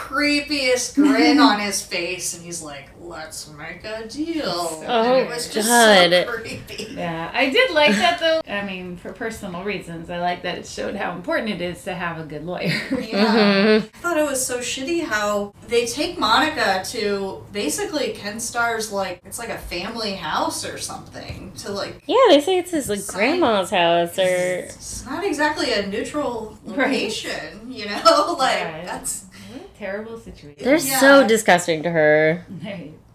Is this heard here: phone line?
no